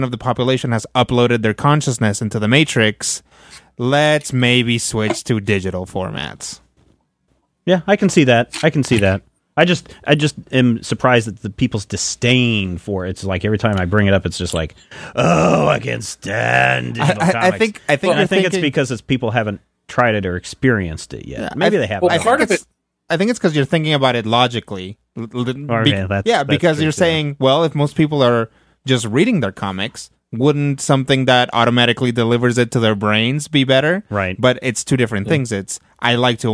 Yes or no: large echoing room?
no